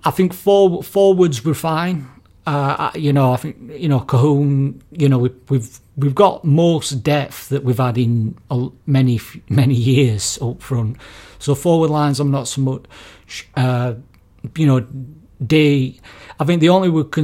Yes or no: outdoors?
no